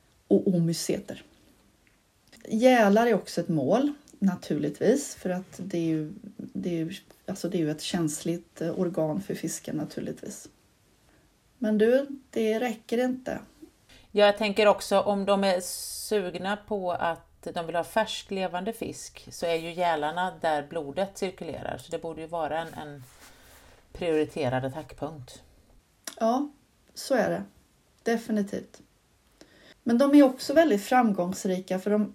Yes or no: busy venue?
no